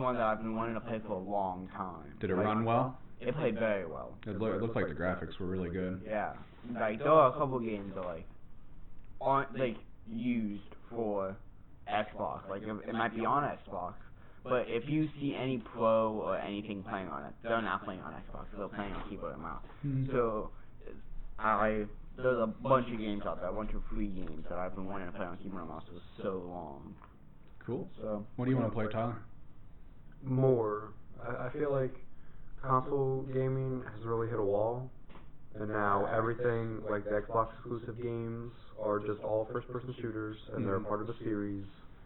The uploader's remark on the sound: Side note, this episode sounds like crap.